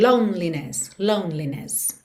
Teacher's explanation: percebe que esse E do meio não é pronunciado. Você pensa em lone, parei aqui no N, já sigo pro L.